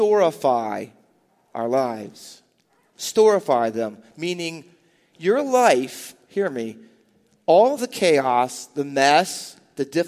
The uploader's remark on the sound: Faith Baptist Church in Hamilton, NJ.